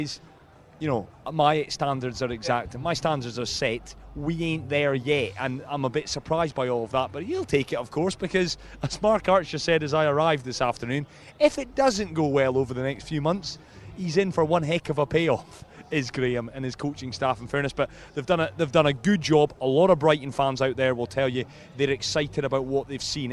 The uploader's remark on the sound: From the rooftop garden of Barasti